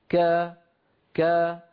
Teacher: فلا تجدون أن صوت الكاف قد انضغط إلى أعلى الفم ولا نقول مثلا ك ك هذه الطريقة ك ليس نطقا عربيا · Term: انحدار الصوت